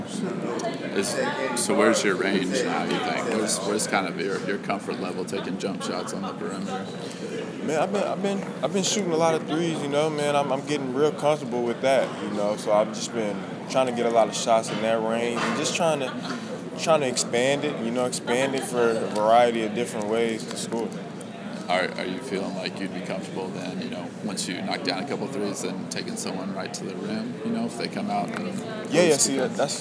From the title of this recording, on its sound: Big 12 Media Day (Press Conferences & Post-Game Interviews)